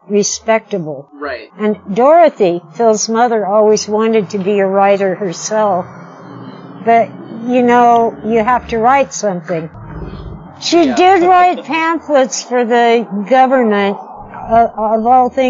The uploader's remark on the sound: From The Pub. This type of on-the-spot interview was new for us, as was our equipment, so you may have to bear with us through some technical difficulties.